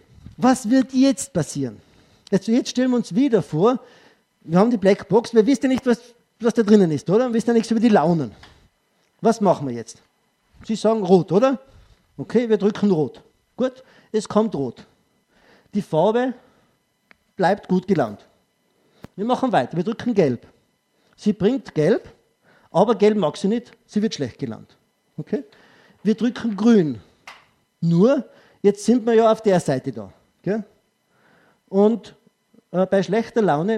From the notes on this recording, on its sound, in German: Ausschnitt aus dem ÖGWT-Vortrag